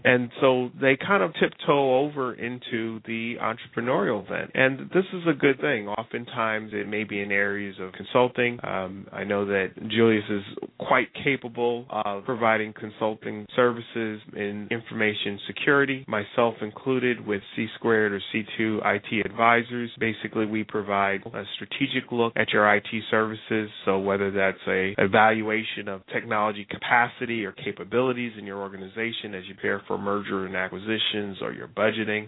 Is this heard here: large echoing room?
no